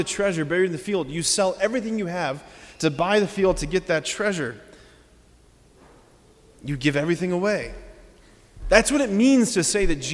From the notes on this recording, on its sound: preached this homily on June 10, 2023 at Sacred Heart of Jesus Catholic Church in Wadsworth, OH.